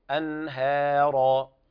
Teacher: أنهارا هذا إظهار حلقي لوقوع الهاء بعد النون الساكنة، ويلاحظ ترقيق الهاء لأنها بعدها راء مفخمة، أنهارا. إذا قرأ القارئ أنهارا هذا خطأ، الهاء ضعيفة حكمها الترقيق من حروف الاستفال.